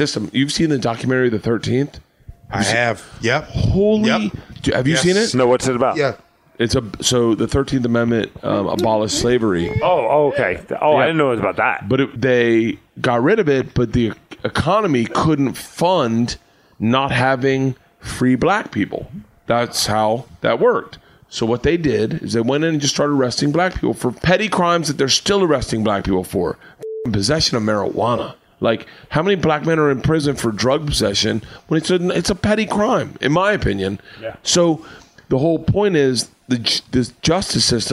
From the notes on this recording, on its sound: Start recording a podcast at 2am in the backstage area of the Parlor Live (with a giant bottle of vodka).